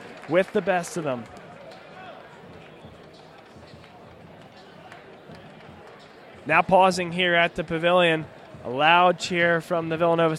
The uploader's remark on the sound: BLS is live from the Pavilion on the campus of Villanova, as we broadcast live our pregame show for the season opener for the 2015-2016 National Champions.